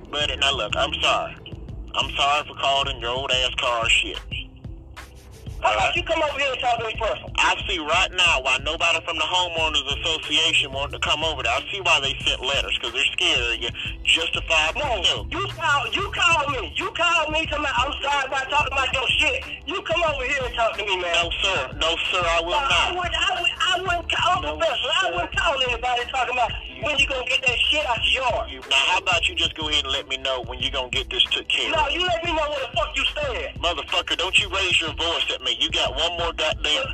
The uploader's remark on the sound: We prank phone call this guy.